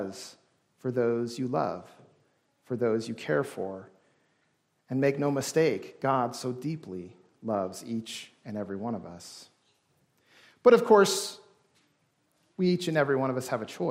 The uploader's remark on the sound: This service was recorded during worship